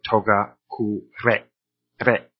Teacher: If you could roll your R with a single roll, that would be as close as you can get.